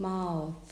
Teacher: deine Zungenspitze muss ein bisschen hinter die Zähne, also ganz ungewöhnlich im Deutschen, und da bleibt sie auch. Und dann ist es so, als wenn du dort an diesem Platz ein S bilden würdest.